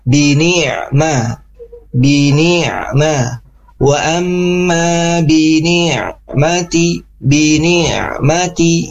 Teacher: bunyi huruf ain itu tepatnya di tengah tenggorokan kita. Jadi rasakan itu, bini'ma, bini'ma, wa amma bini'mati, bini'mati, ya, tengah tenggorokan ya, bini'mati.